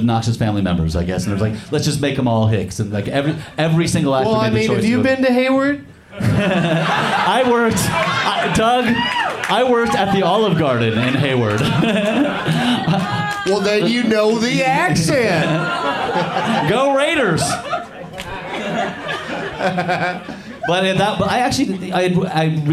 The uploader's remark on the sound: Live from the Punchline in San Francisco